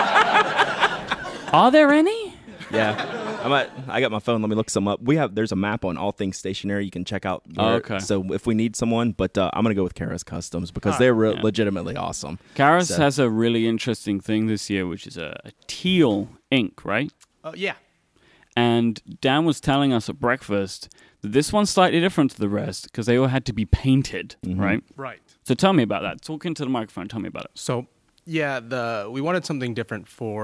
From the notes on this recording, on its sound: Live from the Atlanta Pen Show 2016. In front of a fantastic audience.